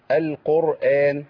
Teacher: هي قاف ولا كاف؟ قاف. يبقى نجيب قاف مفخمة.